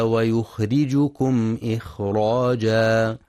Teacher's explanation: ينتبه القارئ في كلمة إخراجا لسكون وهمس الخاء